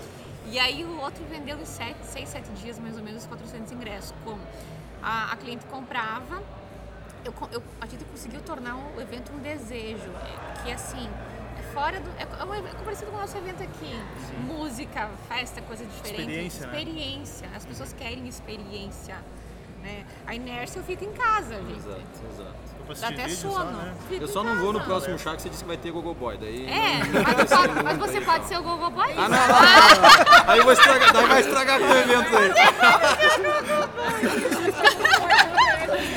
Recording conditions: busy venue